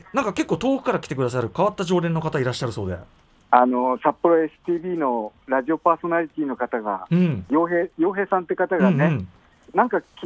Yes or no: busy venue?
no